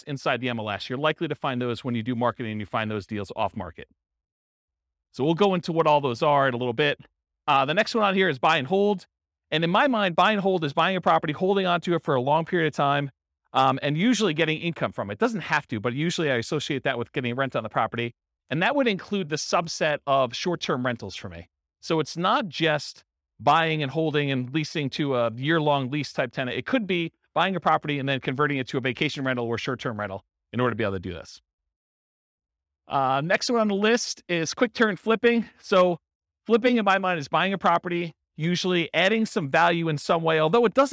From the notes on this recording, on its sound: This was a live class recorded